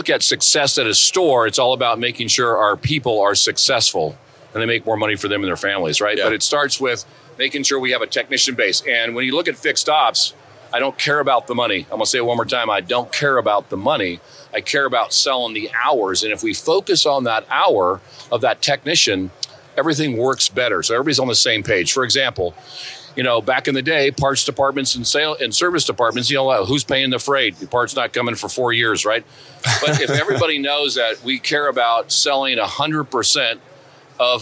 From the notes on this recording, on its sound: Connected from the NADA Show Floor! A few weeks ago at NADA, we had 11 great conversations in our booth on the show floor with people from different parts of the automotive industry.